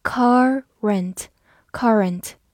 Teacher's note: 在美式的发音里，这个词也可以读作 current，因为它把 U R 看作一个整体，发长音 er · IPA: ˈkɜːrənt